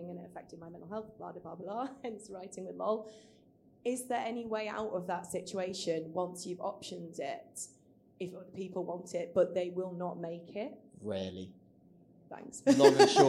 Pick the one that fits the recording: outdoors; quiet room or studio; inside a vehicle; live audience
live audience